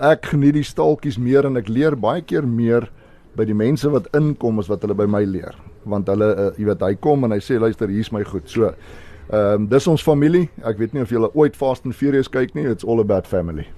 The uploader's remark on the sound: Mid morning Magic het op 4 Aug by Central Fishing Shop en Central Sound se nuwe winkel in Curie laan Bloemfontein, uitgesaai